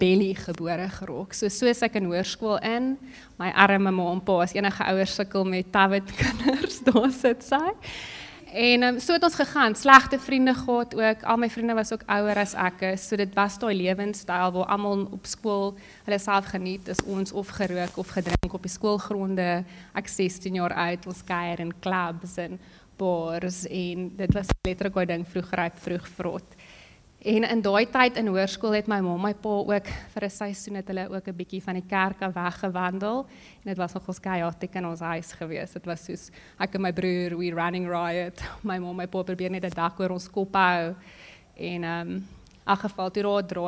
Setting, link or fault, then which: setting, large echoing room